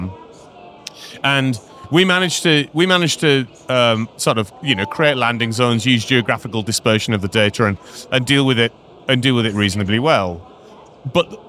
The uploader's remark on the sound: We are live from AWS re:Invent 2023 in Las Vegas, direct from the Expo floor, with a limited series of episodes talking to AWS leaders on themes of the conference.